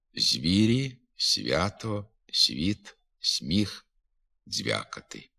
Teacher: Звуки «з», «с», «ц», «дз» можуть пом'якшуватися і перед напівпом'якшеними губними.